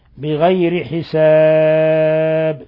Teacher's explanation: إذا وقفنا على الباء تقلقل، ولا بد أن نقف عليها بالسكون، وأيضا فيها 3 العارض لأن قبلها حرف مد.